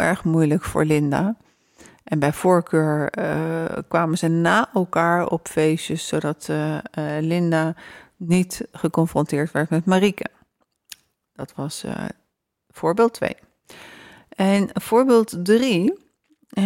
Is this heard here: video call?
no